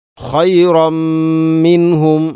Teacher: പൂർണ്ണമായിട്ടും തൻവീനിനെ മീമിലേക്ക് കൂട്ടി ലയിപ്പിച്ചുകൊണ്ട് ഓതണം. ഖൈറമ്മിൻഹും. · Term: ഇദ്ഗാം കാമിൽ